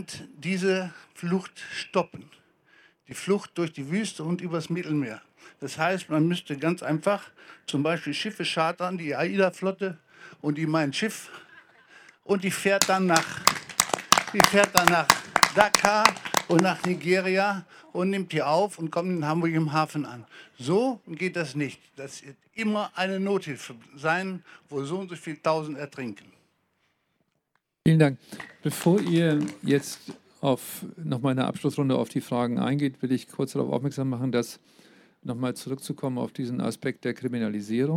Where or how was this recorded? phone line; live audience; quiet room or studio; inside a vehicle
live audience